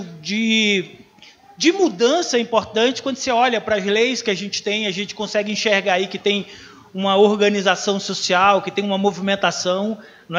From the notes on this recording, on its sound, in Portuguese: Gravado no evento "Semana de Psicologia Ugv - Por uma psicologia para além da caixinha".